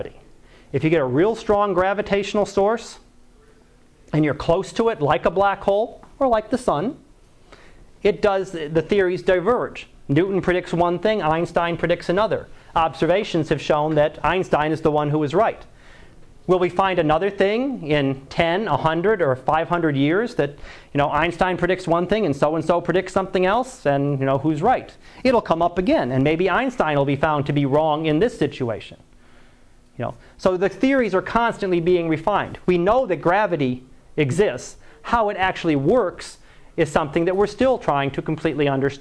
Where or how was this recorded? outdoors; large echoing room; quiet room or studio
large echoing room